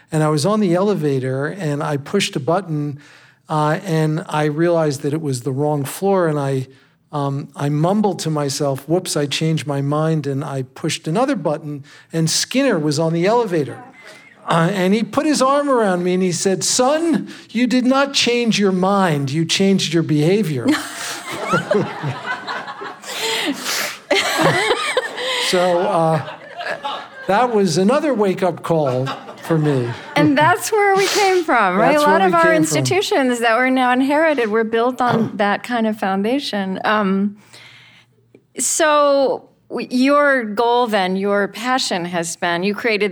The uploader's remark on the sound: This live conversation was recorded at the Orange County Department of Education in Costa Mesa, California.